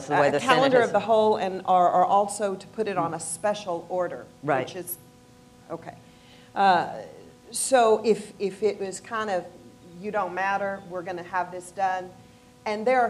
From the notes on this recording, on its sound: panel at The Texas Tribune Festival